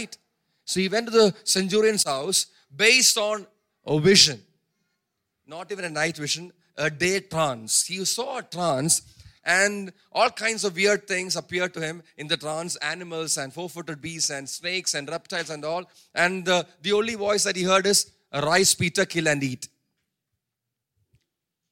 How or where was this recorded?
large echoing room